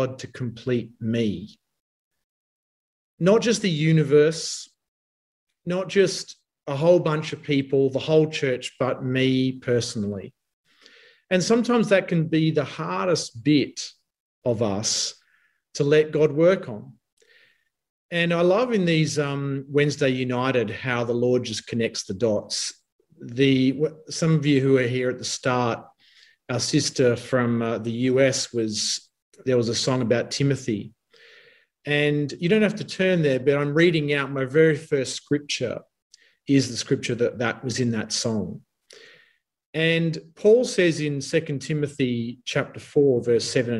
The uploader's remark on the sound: Talk 2 from the Wednesday United zoom meeting on 16 June 2021.